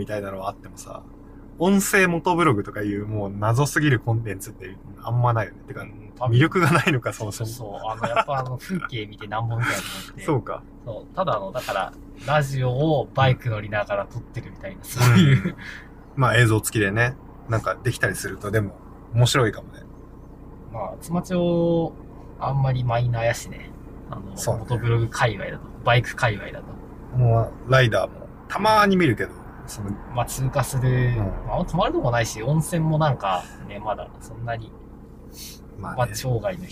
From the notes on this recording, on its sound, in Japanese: 北海道は厚真町に移住した僕たちが。ドライブトーク。車の音が入っていますが今後音質は改善していけるよう努力します。